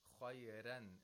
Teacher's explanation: Warsh does not apply tafkhim to the ra. It applies tarqiq. The ra. It says khayran.